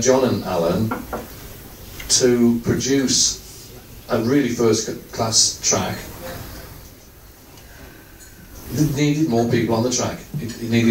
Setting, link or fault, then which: setting, busy venue